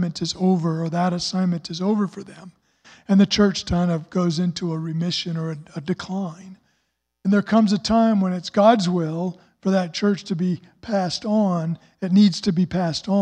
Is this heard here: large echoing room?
yes